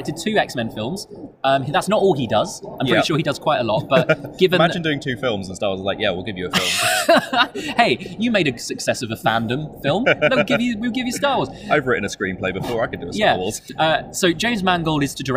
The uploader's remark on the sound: Star Wars Celebration live reaction special! Live and in person from the floor of Star Wars Celebration 2023!